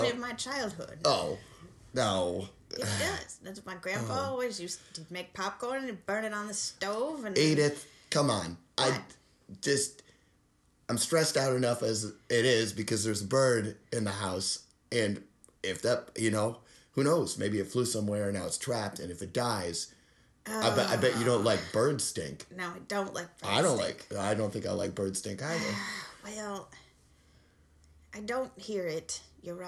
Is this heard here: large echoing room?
no